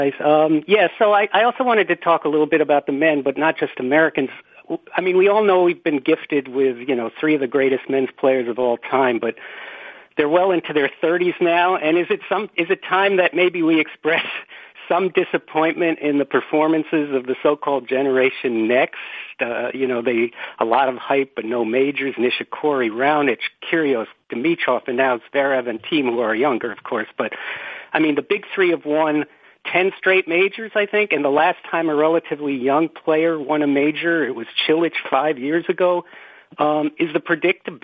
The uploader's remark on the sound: Wimbledon Conference Call.